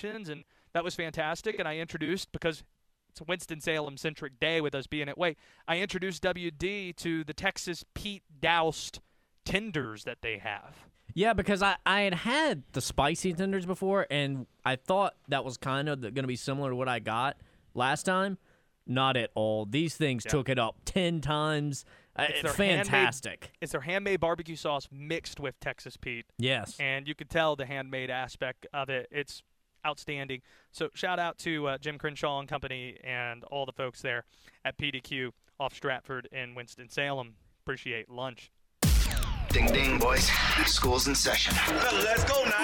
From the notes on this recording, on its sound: live from Allegacy Stadium